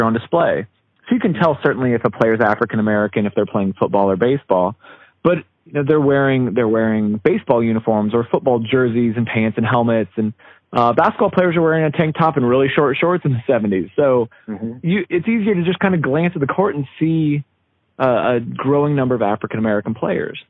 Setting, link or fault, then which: link, phone line